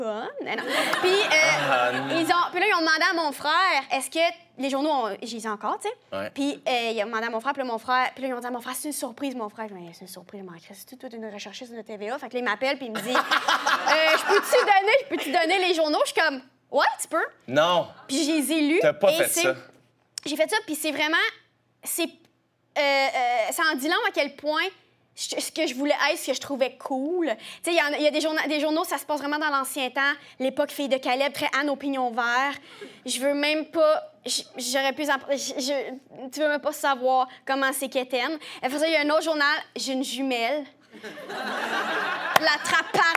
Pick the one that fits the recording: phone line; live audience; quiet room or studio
live audience